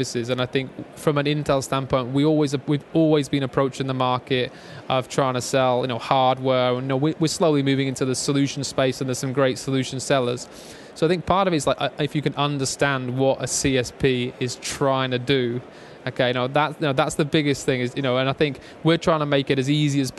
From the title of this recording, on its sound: LIVE from Microsoft Ignite in Orlando Florida